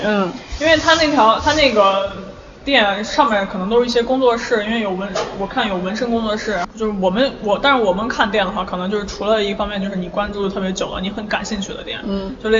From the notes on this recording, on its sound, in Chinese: 这期西安老街咖啡馆的节目是在DirtyMind Coffee录制的。DirtyMind Coffee是在南二环与朱雀花卉市场交汇处不远的西旅家属区门口，大眼望去像是小区的门卫，曾被客人戏称为“传达室咖啡馆”。